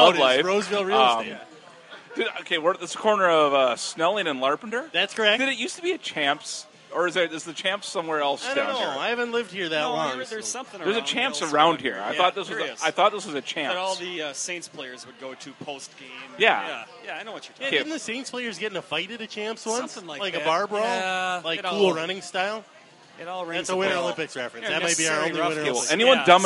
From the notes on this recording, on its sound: For this week's Sportive, we actually got out of the house and recorded at a bar, Gleeman and the Geek style.